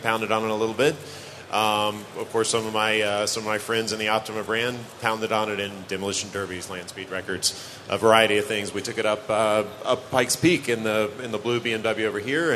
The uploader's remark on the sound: Live from Optima Batteries at SEMA 2017. A live CarCast from the Optima Batteries booth on Day 1 of SEMA 2017.